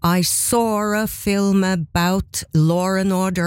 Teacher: Så det her fenomenet kalles for intrusiv R. En R som trenger seg på, der den ikke skal være.